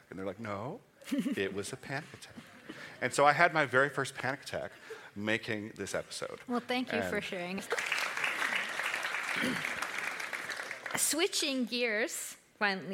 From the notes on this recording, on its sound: Recorded live at the Nordic Media Days Festival in Bergen Norway.